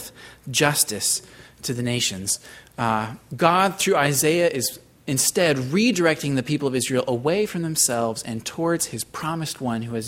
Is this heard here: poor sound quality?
no